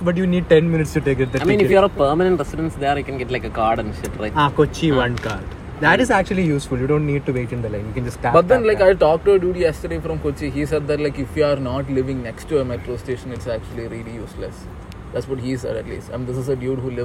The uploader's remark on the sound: we recorded this episode in a cemetery